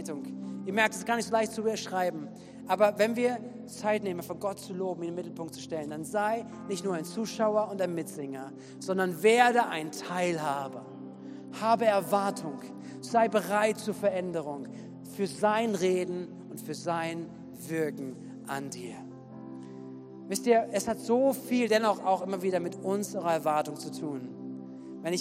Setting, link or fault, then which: setting, large echoing room